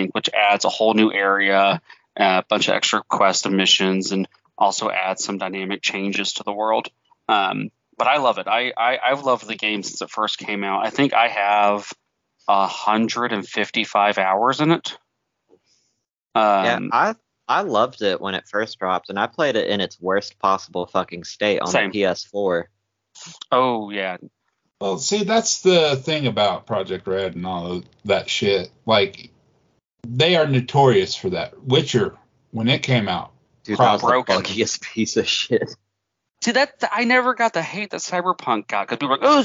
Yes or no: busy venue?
no